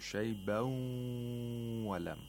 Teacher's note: We have idgham of nun sakina here, so the nun sakina is not pronounced. The waw is pronounced with shatta and also ghunna for 2 vowel counts.